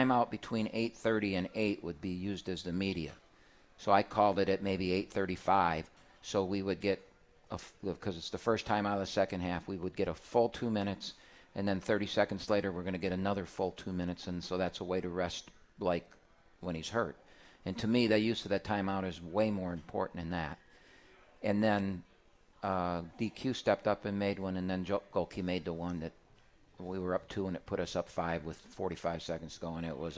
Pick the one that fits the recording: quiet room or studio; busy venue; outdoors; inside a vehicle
busy venue